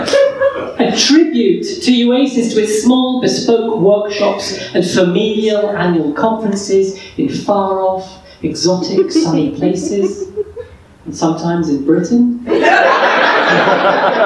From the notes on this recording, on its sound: The live reading took place at the UACES 50th Anniversary Reception, held at the British Academy, 8th December 2017